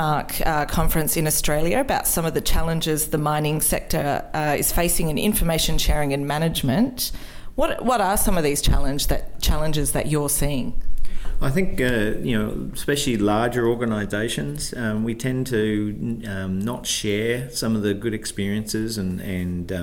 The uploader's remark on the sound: live from Unearthed Toronto